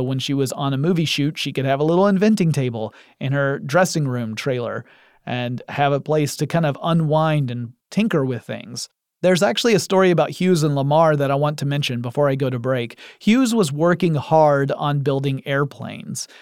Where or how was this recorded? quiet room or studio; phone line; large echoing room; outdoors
quiet room or studio